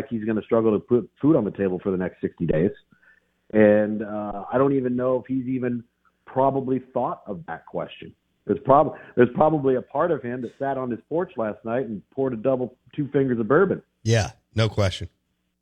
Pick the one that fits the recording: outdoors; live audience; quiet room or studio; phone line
phone line